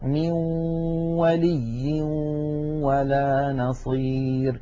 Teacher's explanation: من الأنف يخرج غنة ومن الشفتين تخرج واو، يبدأان معا وينتهيان معا. بعض إخواننا يقول ميو يبدأ بواو ثم يتبعها بغنة، فلا بد من أن يبدأ معا وينتهيا معا، ولا يطغى صوت على صوت، يعني 50% غنة و 50% واو، أو 50% غنة و 50% يا. · Term: إدغام بغنة